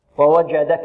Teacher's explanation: الجيم شديدة، ومعنى الشدة حباس الصوت